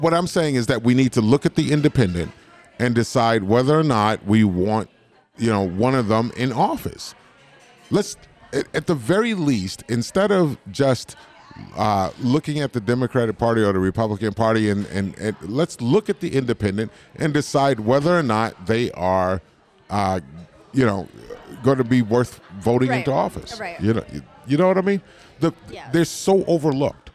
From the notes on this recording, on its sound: For this episode, we were live and on location at Tuscon's Southwest Grill & Pub in Green Bay, Wisconsin